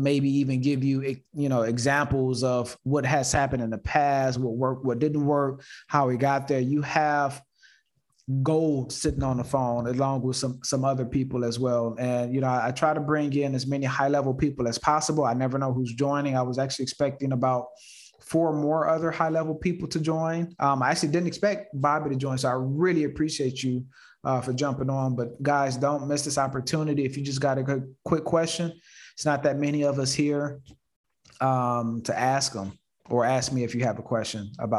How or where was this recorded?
video call